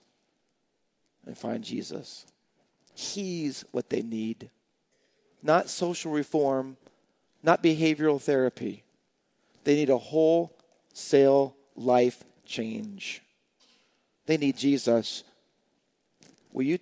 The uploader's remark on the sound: Faith Baptist Church in Hamilton, NJ.